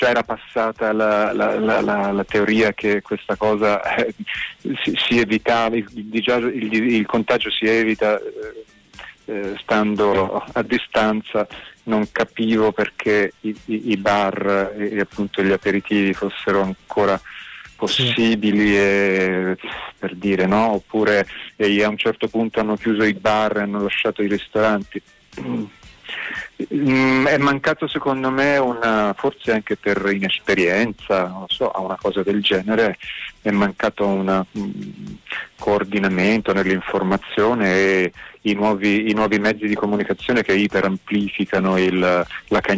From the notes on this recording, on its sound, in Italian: live dai nostri studi in collegamento telefonico